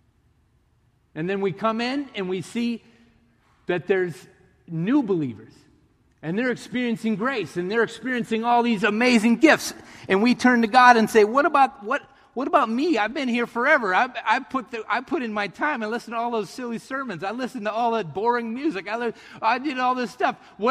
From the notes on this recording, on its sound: Message delivered in the Traditional Worship service.